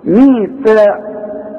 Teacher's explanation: عندي قاف عالية قوي في التفخيم وبعدين عندي كاف مرققة